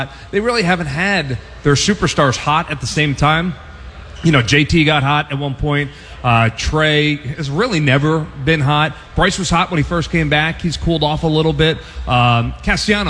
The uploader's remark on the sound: broadcast LIVE from Xfinity Live